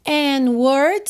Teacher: você não ouviu o D, juntamos pelo N